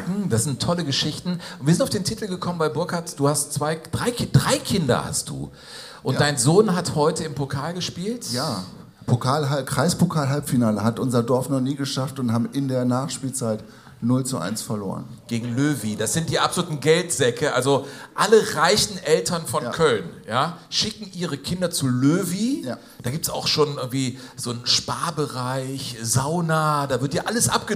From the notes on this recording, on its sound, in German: Jogo Bonito live in Moers. Live-Show aus dem Bollwerk in Moers.